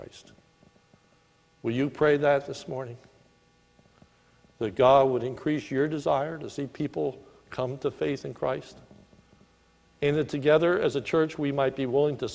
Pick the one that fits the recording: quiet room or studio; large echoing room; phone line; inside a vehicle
large echoing room